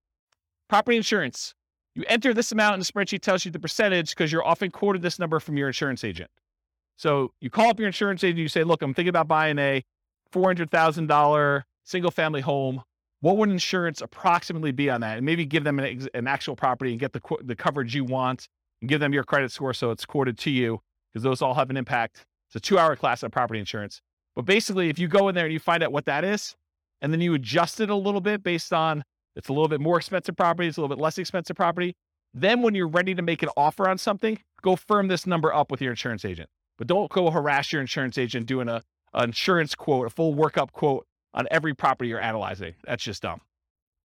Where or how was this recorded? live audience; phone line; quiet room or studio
live audience